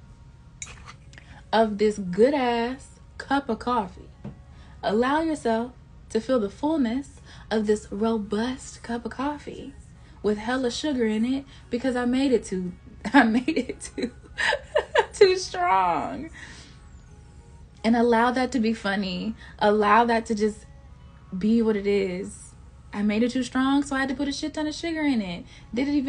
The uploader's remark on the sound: (I do not own the rights to any music heard in the background of this live recording.)